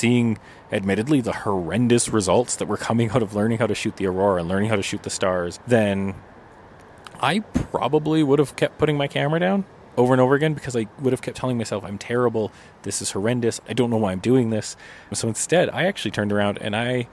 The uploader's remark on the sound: We take this podcast out of the studio and into the great outdoors. Recorded beside the stunning Bow River in Banff National Park.